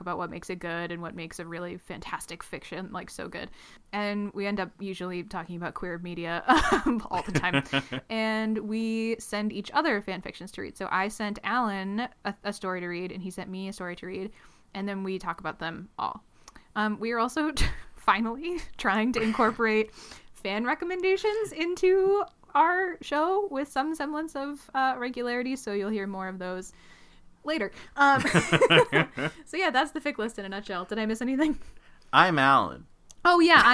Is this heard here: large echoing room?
no